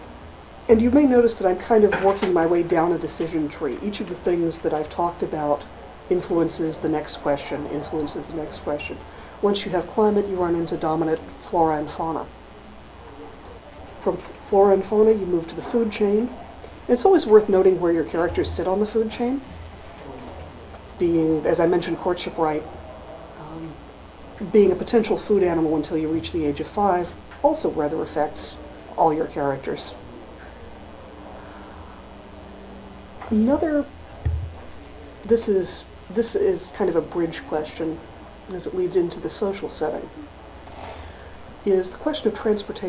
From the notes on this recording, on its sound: An excerpt from the lecture. At Odyssey in the summer of 2003.